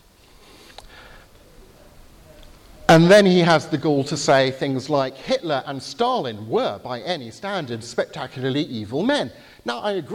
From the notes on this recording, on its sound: Lecture at the Veritas Conference , Bibelskolen i Grimstad , Norway, October 2019.